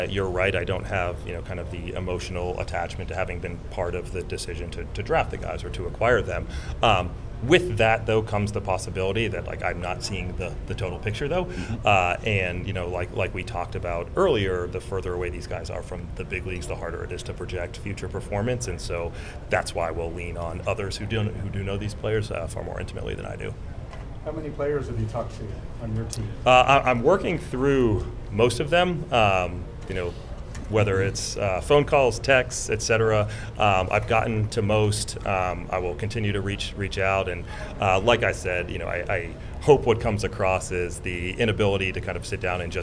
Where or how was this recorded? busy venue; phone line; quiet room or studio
busy venue